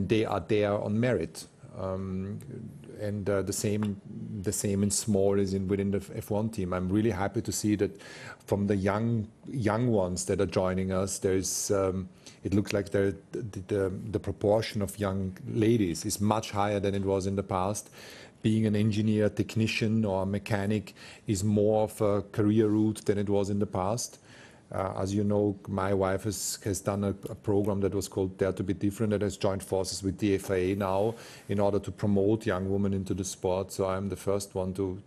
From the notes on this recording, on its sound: Baku Friday Team Principals Press Conference.